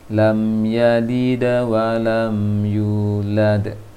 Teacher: bunyi kokolahnya fathah yang miring, separuh dari fathah.